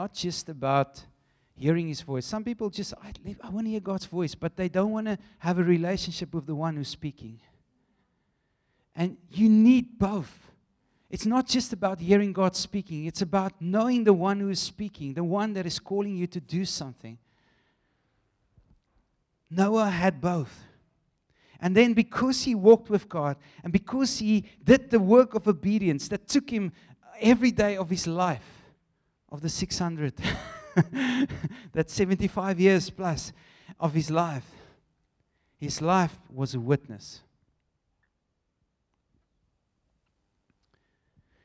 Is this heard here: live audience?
yes